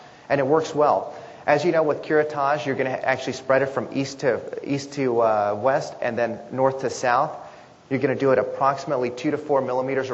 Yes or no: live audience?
yes